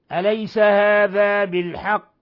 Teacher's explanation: أليس هذا بالحق، حال الوقف على القاف قلقلة كبرى، بالحق لأن القاف مضعفة مشددة فنقف عليها بالقلقلة الكبرى